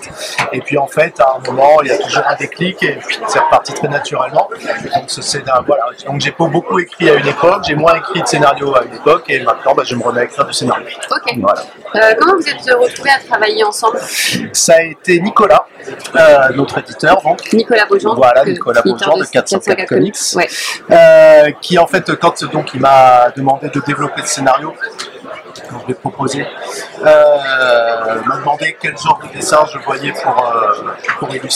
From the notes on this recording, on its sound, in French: Une dernière interview sur le stand de 404 comics au Festival International de la BD d’Angoulême 2023